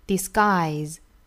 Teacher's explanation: 然后它的尾音呢是一个 z 的发音，虽然写起来这个字母是 s 哈，但是读起来的话应该是一个 z.